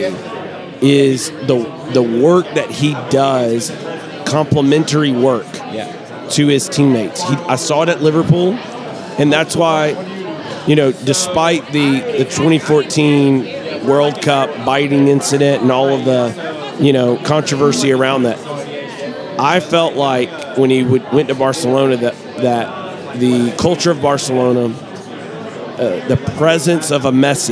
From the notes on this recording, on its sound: Live at the Bar of the US Soccer AGM